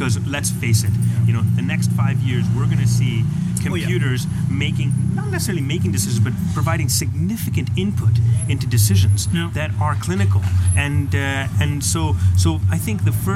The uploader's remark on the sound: 40 degrees celsius, sitting outside. In an awesome coffee-bar in Scheveningen (The Hague).